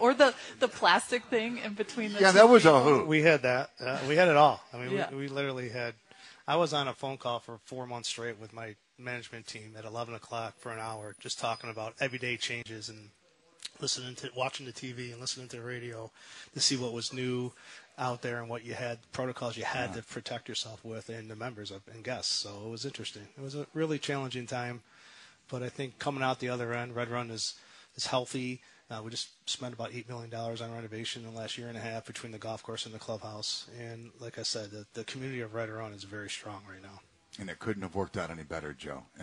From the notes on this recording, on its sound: live from the 35th annual Catch Golf Outing at the Red Run Golf Club.